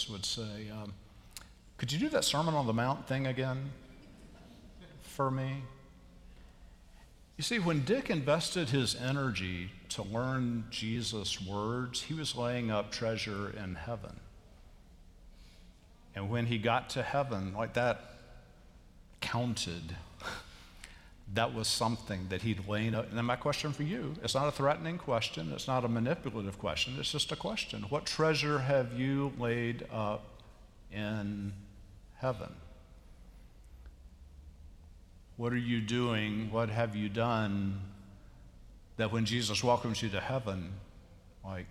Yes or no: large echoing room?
yes